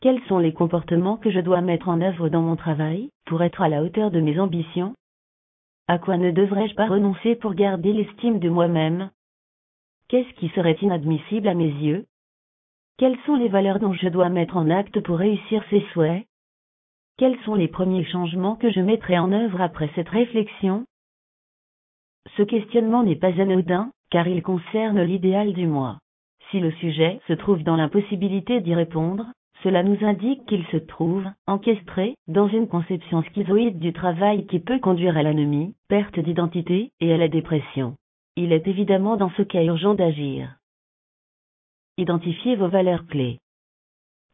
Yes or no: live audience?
no